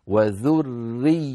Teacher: نلاحظ بأن هذه الكلمة اجتمع فيها راء مشددة ومكسورة وبعدها ياء مشددة، لابد من بيان الراء راءين والياء ياءين مع بيان التشديد هكذا وذرياتهم، بحيث كل حرف يأخذ حقه من الزمن ولا يكون حرف أطول أو منقوص الحق.